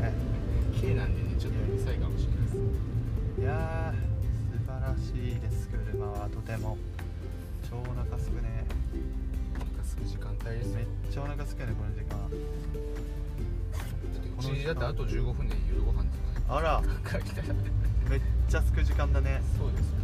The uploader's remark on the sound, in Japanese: Anchor←このアプリで収録してます。